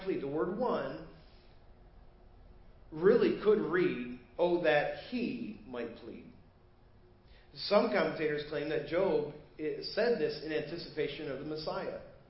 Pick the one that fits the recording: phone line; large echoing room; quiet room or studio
large echoing room